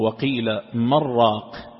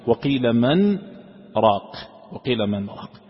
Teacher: قراءة عاصم بإظهار النون بالسكت فتظهر بأنها كلمتان · Shown in: second take